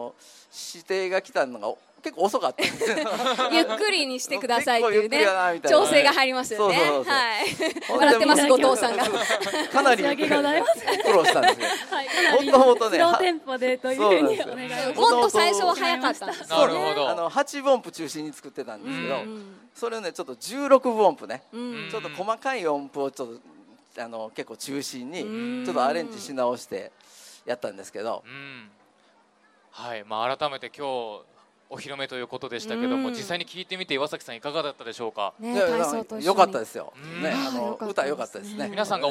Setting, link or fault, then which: setting, live audience